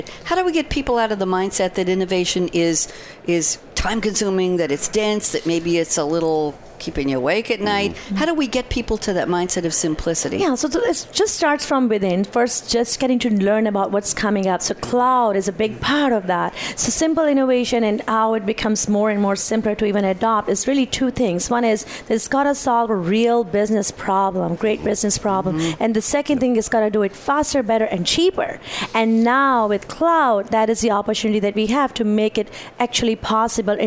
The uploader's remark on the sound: Live from Sap Sapphire Now 2017.